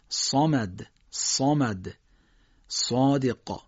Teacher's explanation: اما در مورد صاد و طا باید دقت کنیم که درشت ادا بشن، یعنی کناره های زبان جمع کنیم، ته زبان هم بیاریم بالا تا صاد و طا درشت ادا بشن